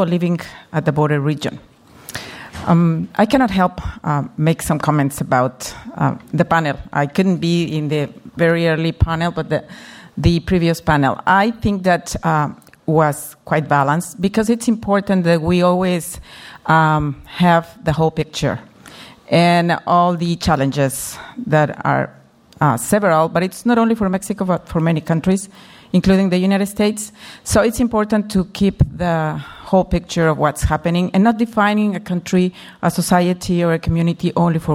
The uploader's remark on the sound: Midday address to the Mexico Moving Forward 2015 conference hosted by the Center for U.S-Mexican Studies at the School of Global Policy and Strategy, UC San Diego.